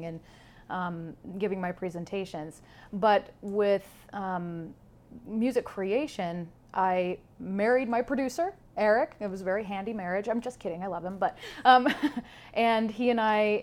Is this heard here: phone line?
no